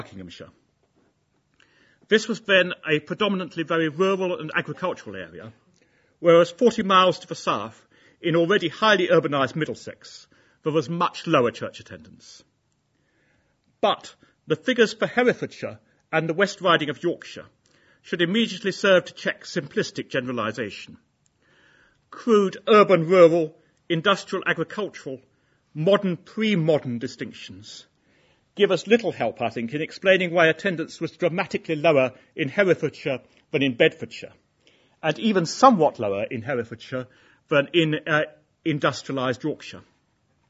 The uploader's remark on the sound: Inaugural Lecture